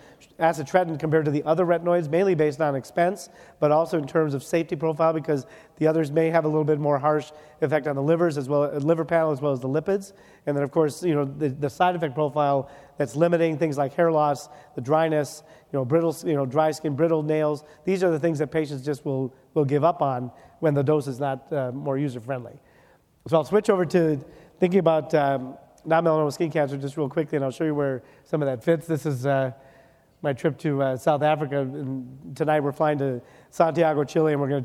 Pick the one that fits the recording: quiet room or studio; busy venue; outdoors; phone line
busy venue